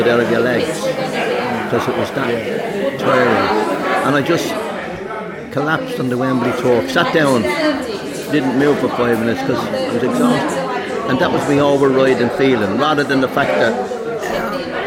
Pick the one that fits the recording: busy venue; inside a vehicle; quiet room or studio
busy venue